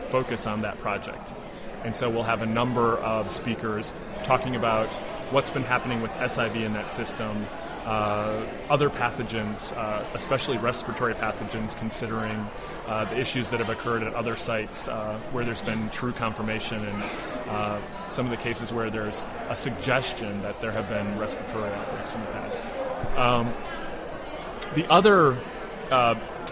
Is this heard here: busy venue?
yes